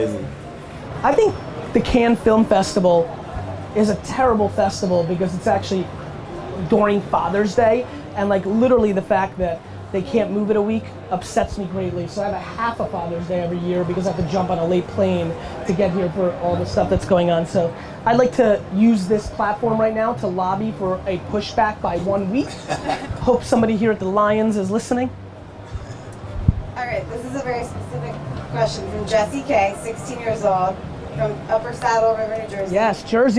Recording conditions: outdoors